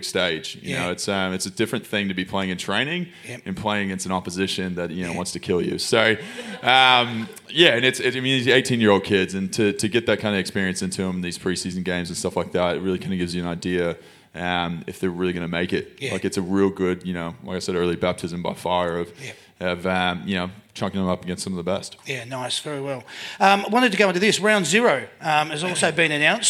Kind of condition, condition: setting, live audience